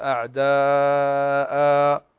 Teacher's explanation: إذا وقفنا على أعداء نقف على أعداء مد عوض، نبدل التنوين ألف